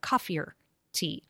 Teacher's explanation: And then you link the two vowels